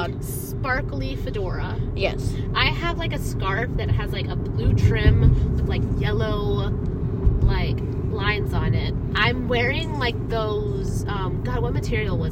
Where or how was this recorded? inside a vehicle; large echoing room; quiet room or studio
inside a vehicle